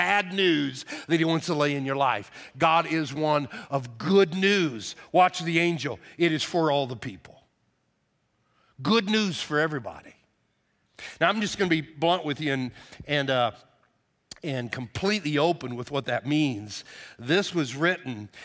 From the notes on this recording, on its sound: Message delivered on 12/24/22 for our Christmas Eve Service.